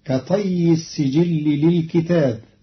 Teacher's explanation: قرأ قالون كلمة للكتب بكسر الكاف وفتح التاء مع ألف بعدها، فتصير كطي السجل للكتاب، أي كطي الصحيفة على المكتوب فيها.